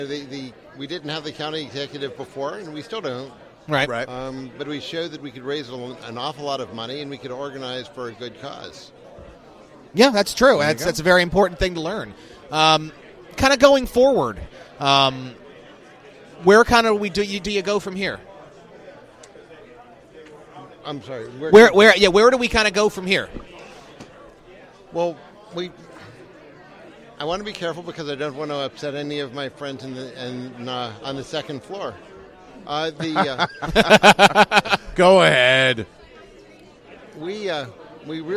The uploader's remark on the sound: Red Maryland Radio Special from the 2018 MDGOP Fall Convention. Includes additional content not included in the Red Maryland live video feed of the event!